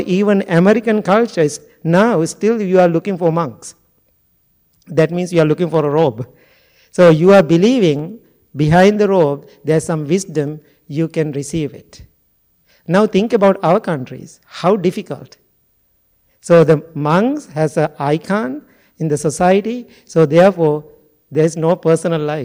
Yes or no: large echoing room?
yes